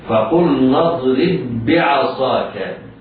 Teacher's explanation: اضرب الراء مكسورة يتعين على القارئ تدقيقها، اضرب الباء ساكنة بعدها باء متحركة في كلمة أخرى، فهما مثلان صغير حرفان متفقان في المخرج والصفة أو متحدان في الاسم والرسم، فهما مثلان صغير والحكم في هذه الحالة الإدغام، ننطق بعد الراء باء مشددة بعدها عين